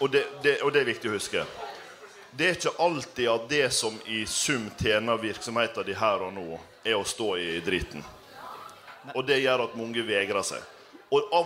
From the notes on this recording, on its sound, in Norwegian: Arendalsuka: På innsiden - Live. Livepodkast fra Arendalsuka.